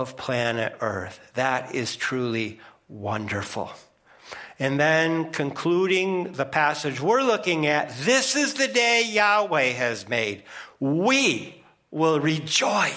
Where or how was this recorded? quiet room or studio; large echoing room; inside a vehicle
large echoing room